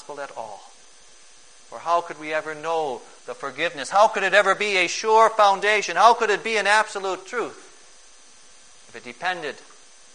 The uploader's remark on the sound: Preached on June 26, 2011, for the Second Sunday after Pentecost, at St.